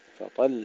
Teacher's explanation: ندفع الطاء حتى يظهر تشديد اللام